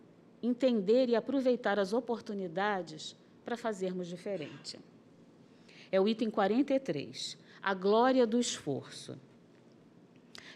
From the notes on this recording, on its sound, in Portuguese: Palestra ao Vivo